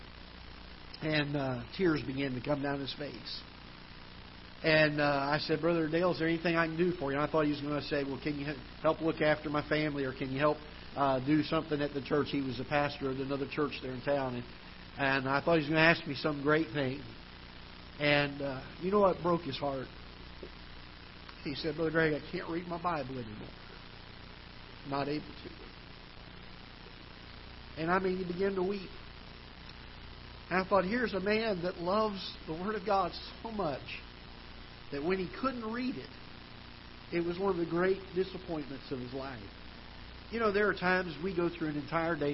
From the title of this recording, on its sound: Ketha Heights Baptist Church ~ Live Broadcast